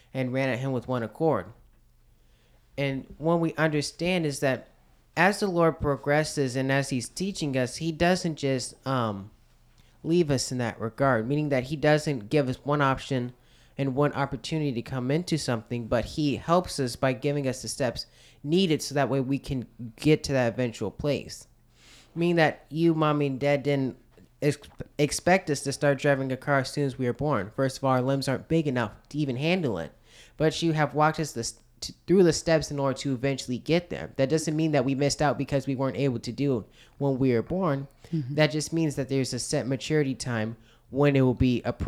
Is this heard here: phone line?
no